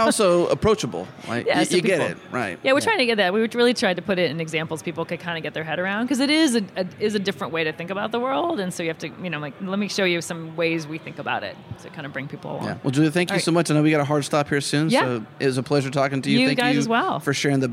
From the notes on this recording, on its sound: We’re on location at Microsoft Build 2018